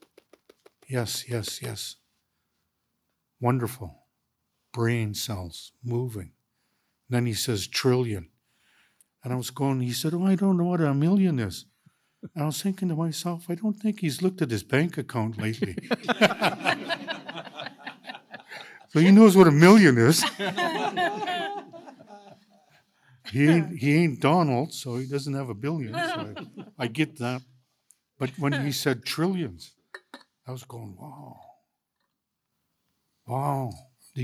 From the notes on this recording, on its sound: This part 2 of 2 episode special is a release from the Teachings in the Air season 6 launch event which was held live in Vancouver, BC. In this special recorded from the live event. Had witnesses on stage to listen to his presentation and absorb some teachings.